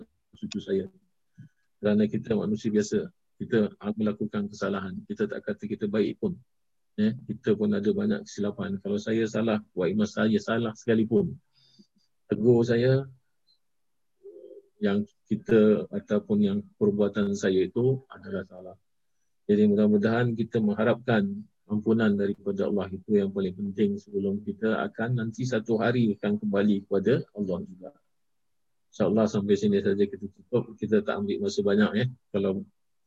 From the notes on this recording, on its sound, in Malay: Kelas Sabtu (Masjid Hasanah). Rakaman zoom pada setiap Sabtu 5 ptg (waktu Singapura).